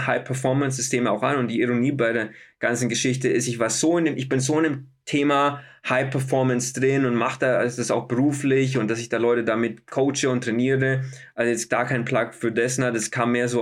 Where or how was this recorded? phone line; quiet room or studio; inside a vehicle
quiet room or studio